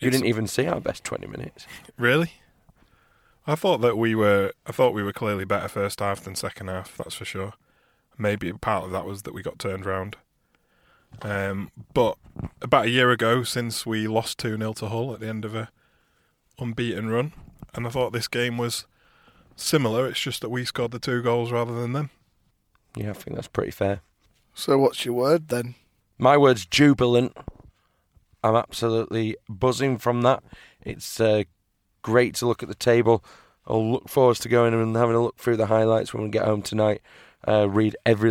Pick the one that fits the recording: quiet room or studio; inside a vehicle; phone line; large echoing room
inside a vehicle